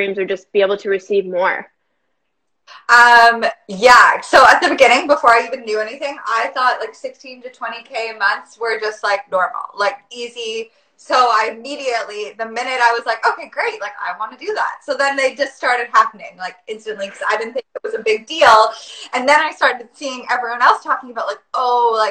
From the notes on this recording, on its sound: a replay from an IG live